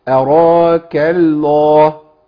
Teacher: ومنهم من ياتي بترقيق اللام الاولى من اسم الجلاله